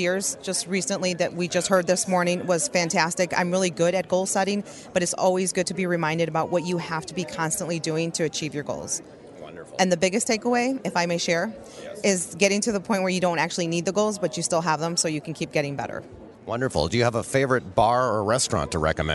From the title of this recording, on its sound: LIVE from V.O.I.C.E. 2012 in Anaheim, CA